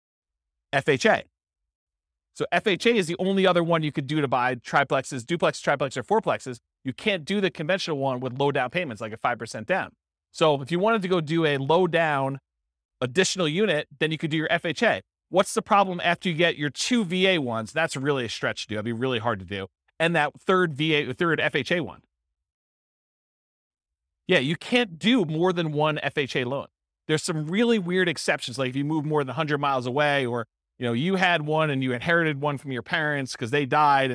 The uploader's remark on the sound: This was a live class recorded.